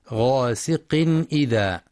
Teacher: بيان الإظهار الحلقي للتنوين لوقوع الهمزة بعده غاسق إذا، مع الحذر من ترقيق الغين في غاسق لأنها من حروف الاستعلاء.